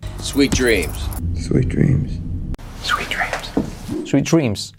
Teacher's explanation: Y esta T de sweet casi no se dice